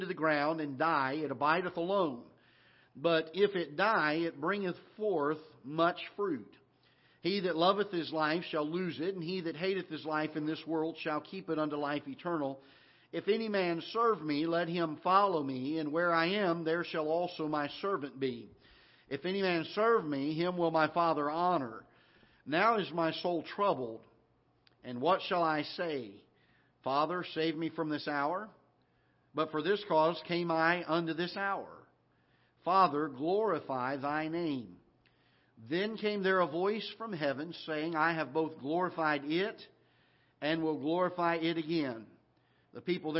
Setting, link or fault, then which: setting, large echoing room